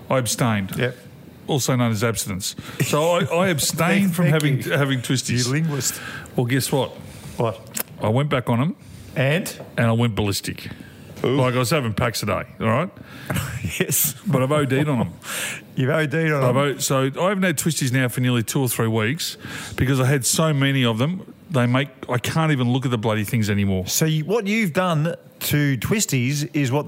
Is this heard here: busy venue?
yes